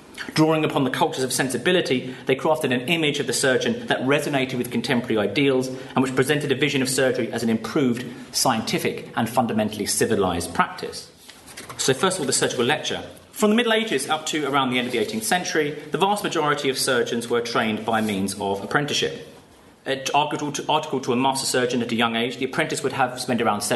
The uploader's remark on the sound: Paper given at the symposium